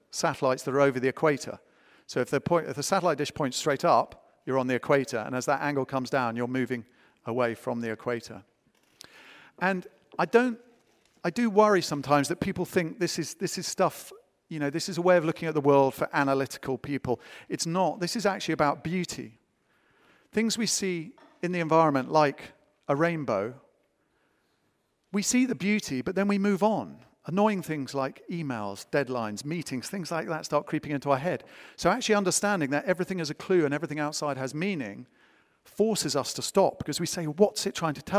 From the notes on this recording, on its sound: Recorded live at the Tabernacle in London's Notting Hill on 23rd September 2019.